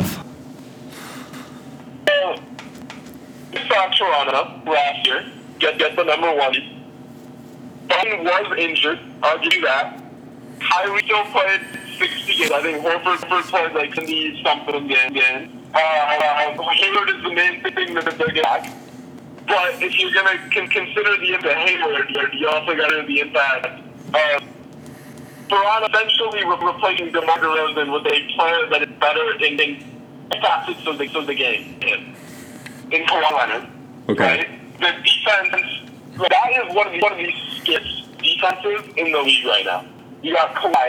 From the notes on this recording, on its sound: Sorry for the bad audio quality